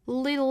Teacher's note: 美式会把这个 t,浊化成 d 的发音 · Term: flap t